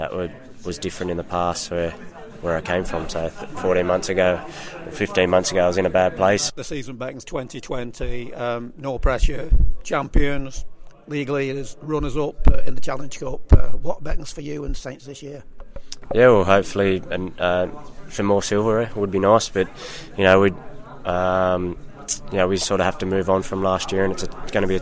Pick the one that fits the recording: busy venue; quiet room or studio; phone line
busy venue